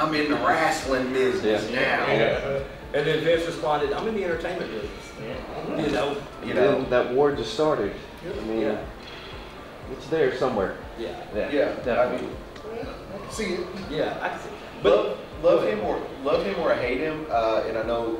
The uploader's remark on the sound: a panel we conducted at Metrotham Con 2023